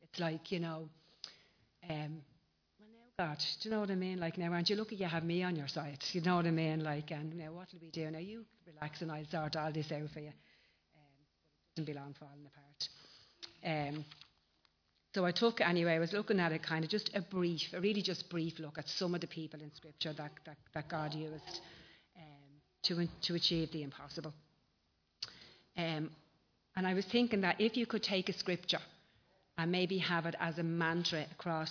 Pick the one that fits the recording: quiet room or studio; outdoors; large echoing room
large echoing room